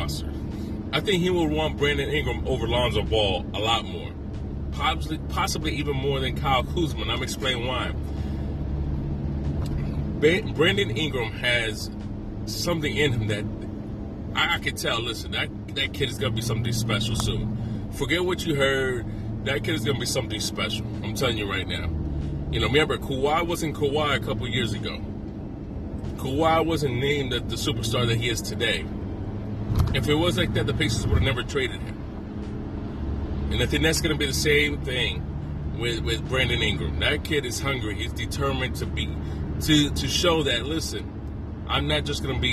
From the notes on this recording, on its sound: Today I will talk about thoughts in my car.